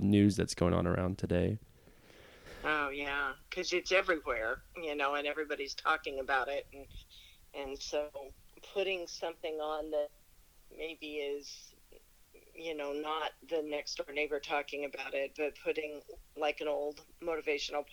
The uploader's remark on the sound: Talk over the phone due to the coronavirus pandemic.